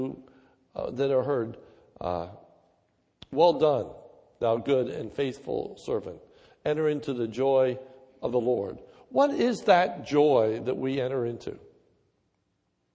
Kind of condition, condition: setting, large echoing room